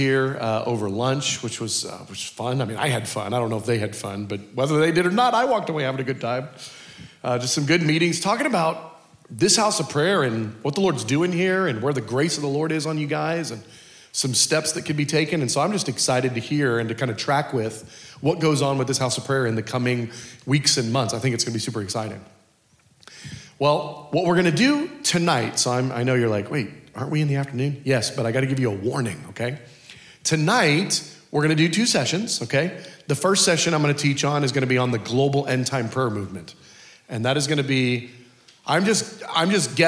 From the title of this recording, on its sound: Culture of Prayer Conference Session 3